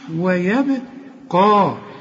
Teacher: الواو والياء والبه مرققين، وفي عموم القرآن مرققين هذه الحروف، انما القاف والمد دي مفخمين